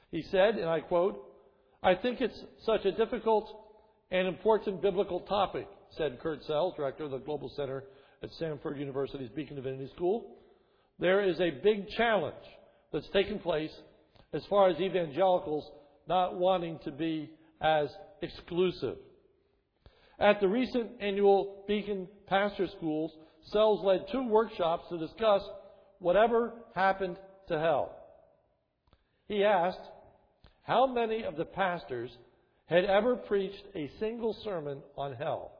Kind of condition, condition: setting, large echoing room